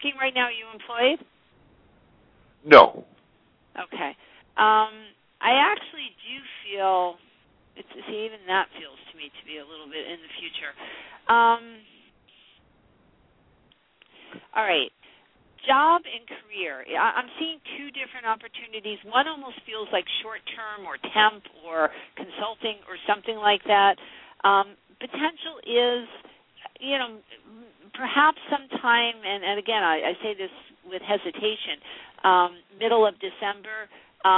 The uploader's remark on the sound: live call-in radio talk show